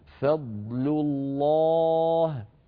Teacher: ثم ننتقل إلى لام مفخمة هي لام لفظ الجلالة